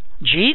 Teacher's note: when you slur your speech, did you eat sounds like Jeet